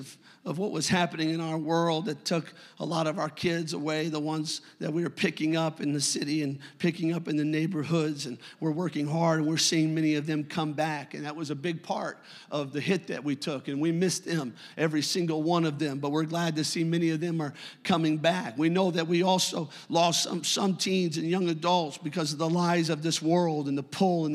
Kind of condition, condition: setting, large echoing room